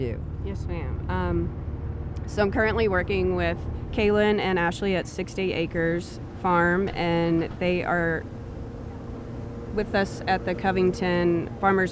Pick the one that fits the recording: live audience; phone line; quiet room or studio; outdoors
outdoors